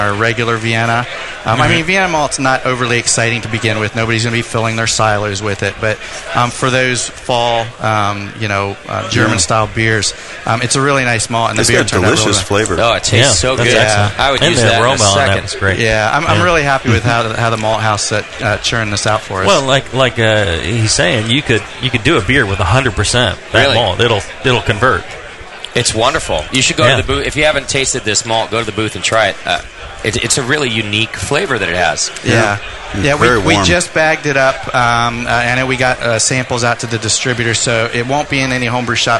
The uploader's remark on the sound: Live from NHC 2. Second live episode from the 2012 National Homebrewers Conference in Seattle, WA.